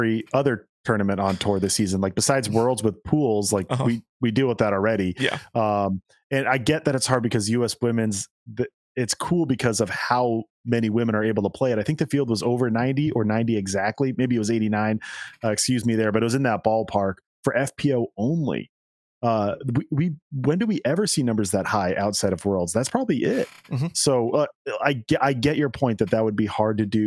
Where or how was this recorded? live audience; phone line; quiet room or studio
quiet room or studio